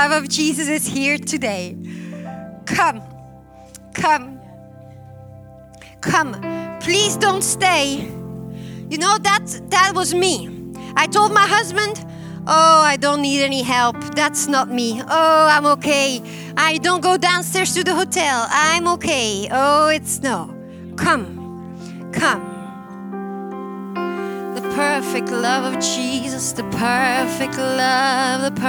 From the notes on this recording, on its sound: at Harvest Bible Church in Stockton, CA.